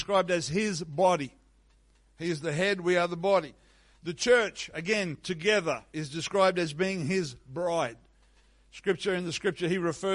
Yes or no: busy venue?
no